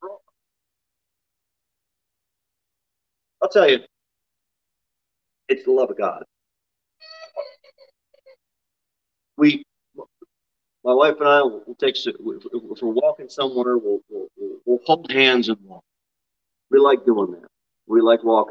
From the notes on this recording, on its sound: Sermon delivered at Pilgrim Baptist Church on Sunday, August 14, 2022 at 11:15 am. Jere Whitson Rd. Pilgrim Baptist Church is a bible-believing, independent Baptist church.